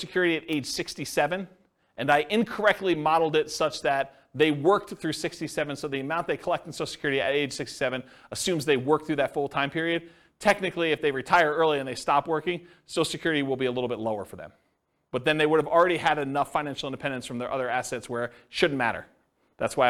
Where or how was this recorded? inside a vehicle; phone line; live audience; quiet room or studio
live audience